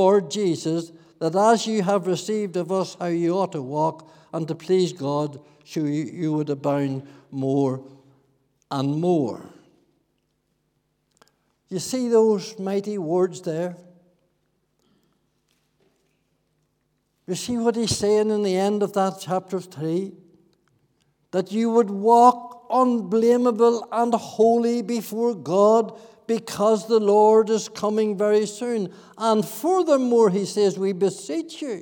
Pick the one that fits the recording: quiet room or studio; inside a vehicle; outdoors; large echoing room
large echoing room